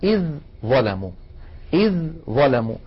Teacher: الذال من طرف اللسان مع أطراف الثنايا العليا، إذ ظلموا، والظاء من المخرج نفسه والذال ساكنة، إذن التقى حرفان متجانسان والأول ساكن، فالعرب تدغم الحرف الأول في الثاني بمعنى تقلبه إلى جنس الثاني.